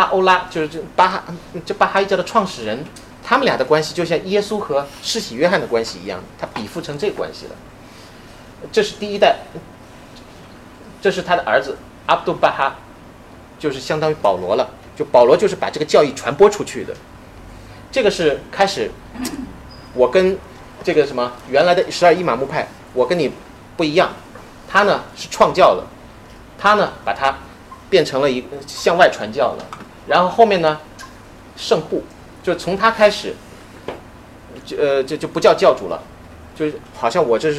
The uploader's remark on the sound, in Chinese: 本系列音频是由“复兴论坛”系列讲座录音整理而成。